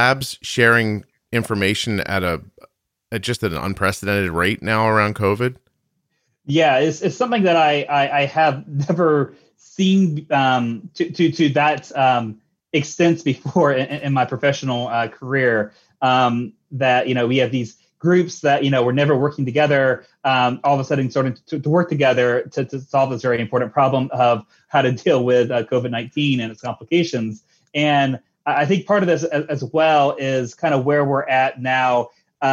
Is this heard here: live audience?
no